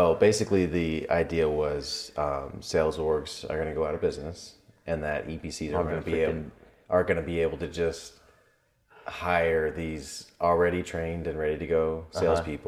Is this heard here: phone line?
no